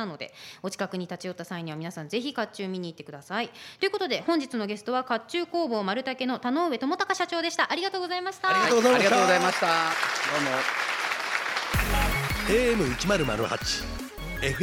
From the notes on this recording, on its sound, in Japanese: 公開収録回〉。甲冑でラジオをする人は初。昔の作り方をしたらガチャガチャ音はしない。